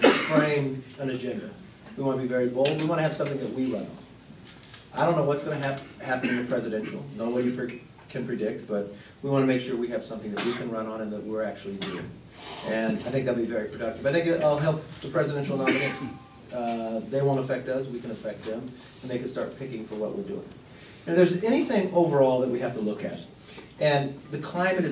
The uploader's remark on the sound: WASHINGTON, DC. Appeared before a luncheon meeting of The Ripon Society.